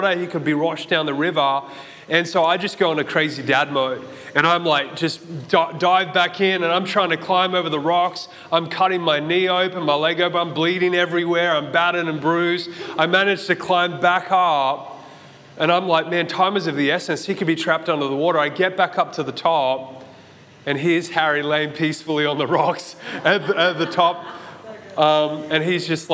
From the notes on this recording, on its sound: This message was recorded at Zion Church Gold Coast on Sunday December 18th 2022